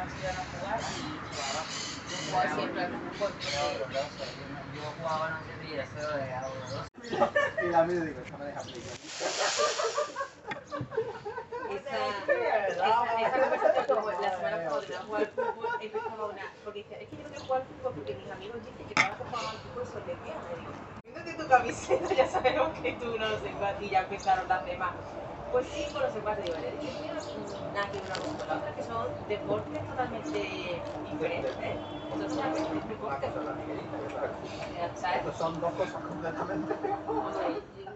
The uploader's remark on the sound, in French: enregistré 5 minutes de paysage sonore sur une terrasse à Malaga